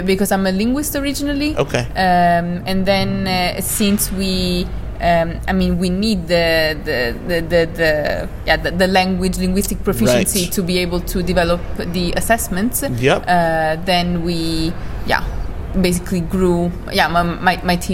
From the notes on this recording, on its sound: This week we have another hallway chat that was actually recorded on-site at a WordCamp. This one was recorded at WordCamp Italia in Milan and we were outside in a beautiful courtyard at an ancient university. Was there at WordCamp working the booth and we got into a great conversation.